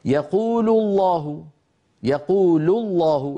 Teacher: لفظ الجلالة هنا سبق بضمة أيضا مفخم، ولا نقول يقول الله، لا أحد يفعل هذا.